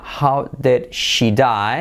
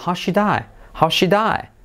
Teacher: Nos comemos el did · Shown in: second take